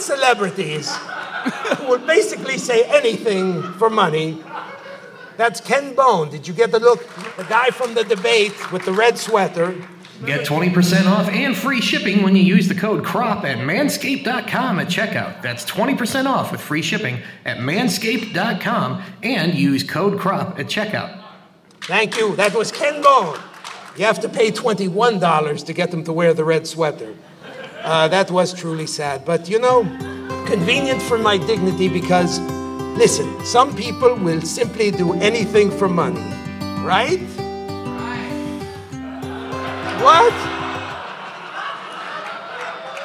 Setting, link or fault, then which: setting, busy venue